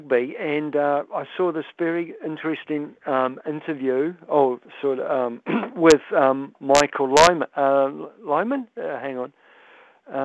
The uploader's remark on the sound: Hit the text and phone lines to get the listeners thoughts.